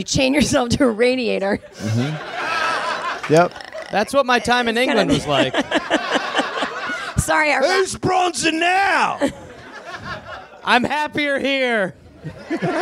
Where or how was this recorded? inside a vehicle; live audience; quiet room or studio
live audience